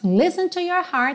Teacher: esse listen, você pronuncia como se fossem dois S's, tá? Esquece esse T aí.